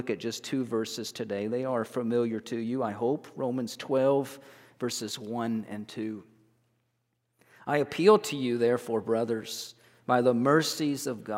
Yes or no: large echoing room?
yes